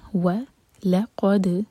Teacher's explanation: ولقد، واو کے لیے ہوٹ کول، ولقد، لام لائٹ، قاف ہیوی اور دال پر قلقلہ